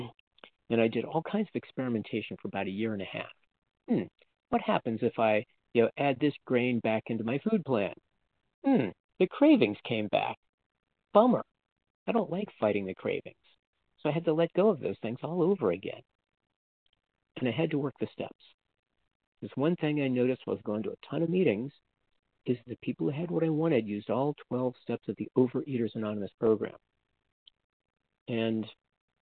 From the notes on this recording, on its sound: From the 100 Pounders Phone Meeting.